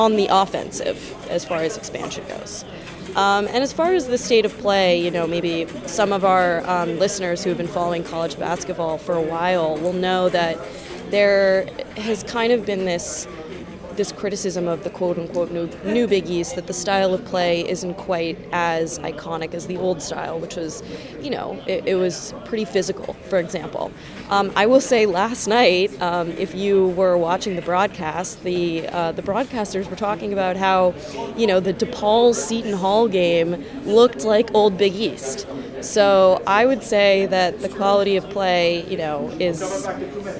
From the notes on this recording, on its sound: On-site at the Big East Tournament.